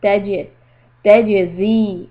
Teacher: Jim has a qalqala. Bounce the sound.